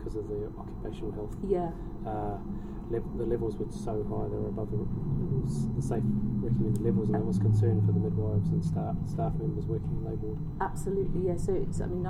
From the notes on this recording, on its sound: Highlights from the OA SIG Meeting Sydney. Apologies for the audio quality - we didn't have the usual microphones and had to record in a side room at the Sydney Convention centre at were unable to get away from the background elevator music.